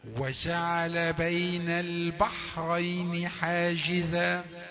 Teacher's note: نريد أن نضبط حرف الجيم. ما يكونش وجعل قريب من الشين. وجاء ده من حروف الشدة.